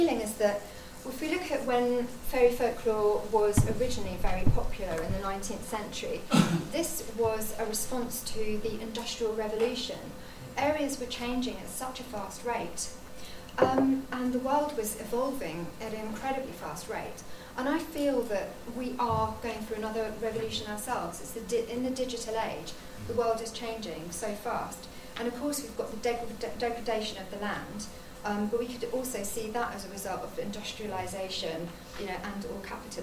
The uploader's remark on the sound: This episode features two guest speakers, recorded live at the flagship conference of The Folklore Society in 2018, held at the Museum of English Rural Life in Reading.